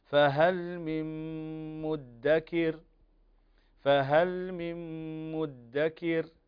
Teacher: النون الساكنة إذا بعدها ميم هنا إدغام بغنة، حروف الإدغام بغنة مجموعة في قولك ينمو، والميم منهم.